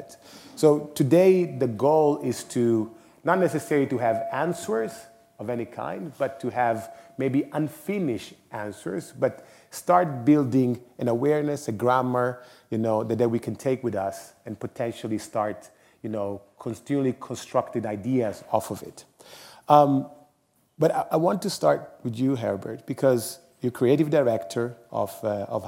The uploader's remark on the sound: Today's episode was recorded during the last Milano Design Week in a panel discussion in partnership with Highsnobiety and Moleskine